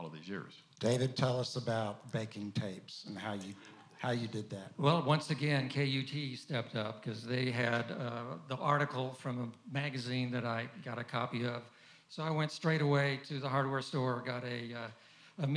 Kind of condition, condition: setting, busy venue